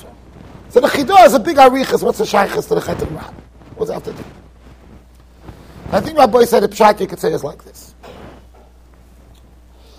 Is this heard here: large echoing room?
yes